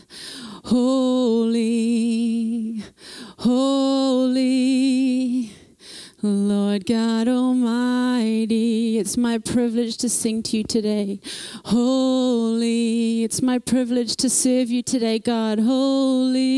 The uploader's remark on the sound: Thrive Conference - Session 2